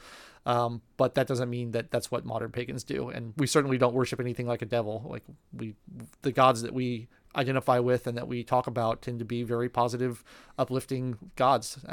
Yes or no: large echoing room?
no